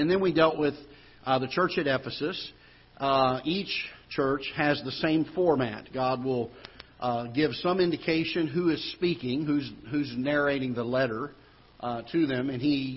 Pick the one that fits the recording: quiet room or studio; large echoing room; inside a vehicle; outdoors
large echoing room